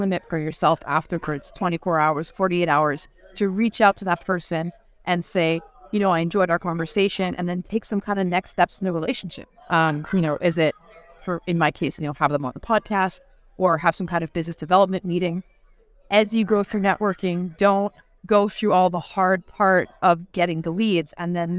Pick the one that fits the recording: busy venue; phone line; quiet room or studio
busy venue